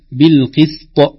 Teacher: القاف مفخمة وإن كانت مكسورة لكن بعدها الطاء مقلقلة ومفخمة، يحذر أن نقول بالقسط تصبح السين مفخمة مثل الصاد.